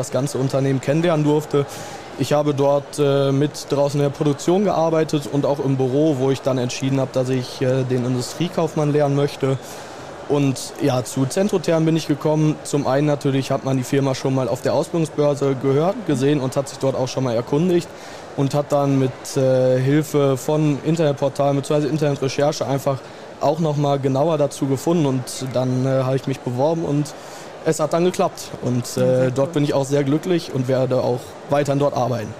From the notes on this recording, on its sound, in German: LIVE von der Ausbildungsbörse Brilon 2024. Heute sind wir live auf der Ausbildungsbörse in Brilon unterwegs.